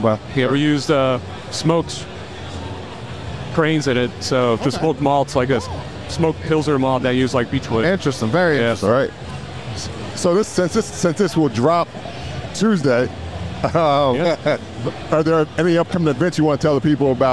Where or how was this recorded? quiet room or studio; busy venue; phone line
busy venue